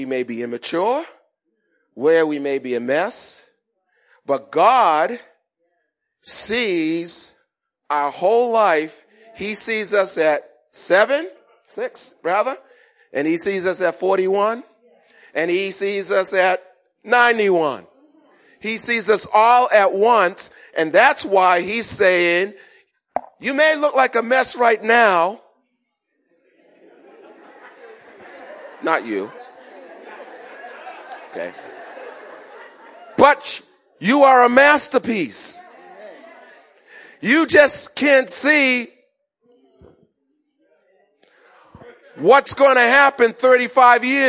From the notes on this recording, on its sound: Recorded at the 08:30am Service on 2017-05-07.